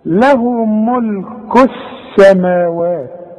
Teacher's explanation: بتتحول اللام الى نفس الحرف الذي يليها، بتتحول لسين · Term: اللام الشمسية